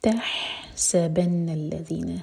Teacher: ح حلق سے سینے سے نہیں حلق سے. تحسبن الذين نون پہ غنہ.